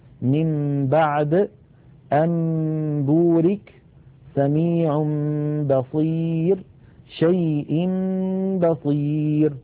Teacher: نلاحظ الحكم الثالث القلب هو في اللغة تحويل الشيء عن وجهه، واصطلاحا هو قلب النون الساكنة أو التنوين عند الباء ميما مخفاة بغنة نحو من بعد أنبورك سميع بصير شيء بصير.